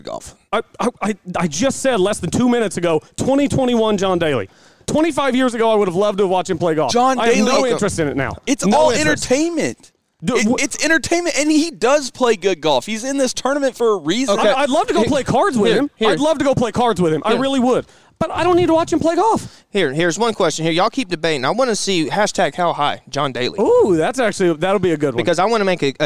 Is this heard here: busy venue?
yes